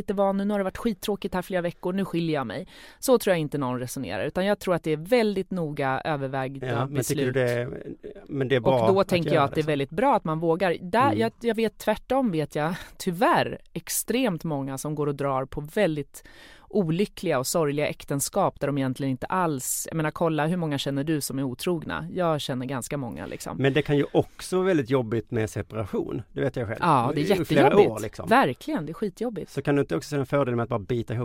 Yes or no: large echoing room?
no